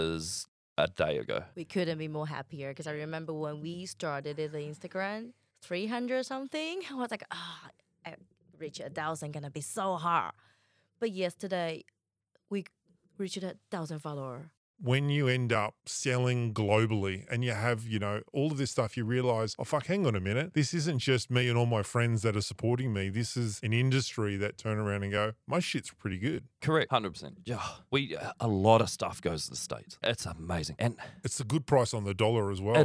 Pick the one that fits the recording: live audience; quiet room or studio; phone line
quiet room or studio